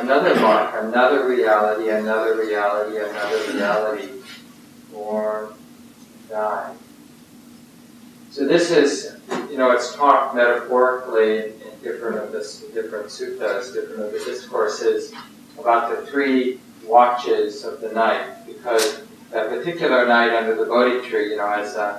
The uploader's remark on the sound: Poor Audio Quality.